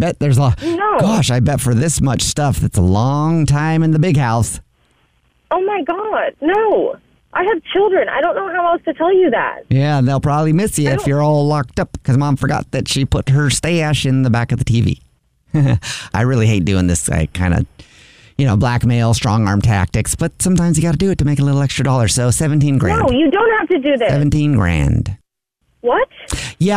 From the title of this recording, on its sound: Phone Prank